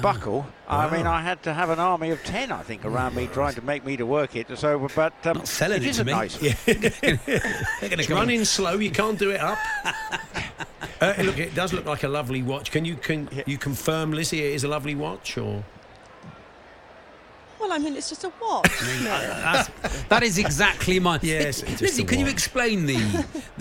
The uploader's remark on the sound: live from Royal Ascot